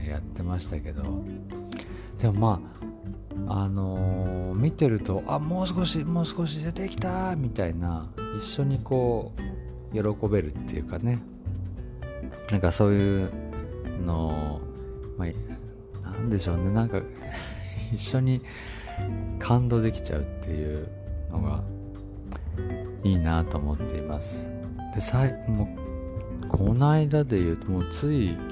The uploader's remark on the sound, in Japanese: 早朝にスマホで録音したため声がまだ寝ていたり、スマホに息がかかってボーボーなったりお聴き苦しい部分がございます。